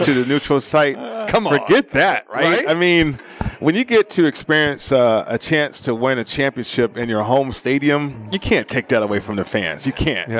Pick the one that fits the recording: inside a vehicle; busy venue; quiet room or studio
busy venue